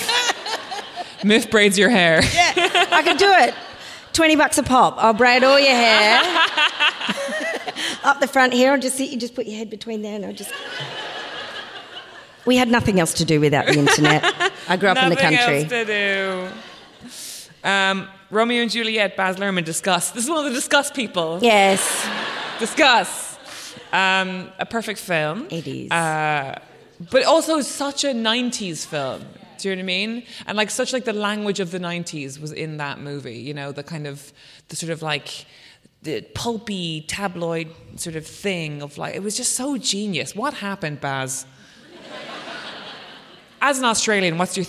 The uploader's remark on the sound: At the Wheeler Centre Melbourne. On-stage at the Wheeler Centre's Spring Fling for a Sentimental live show.